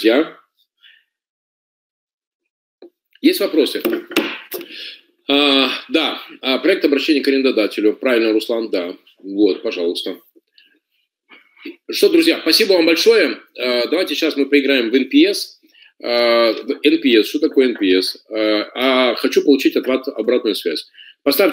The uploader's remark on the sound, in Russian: Запись вебинара.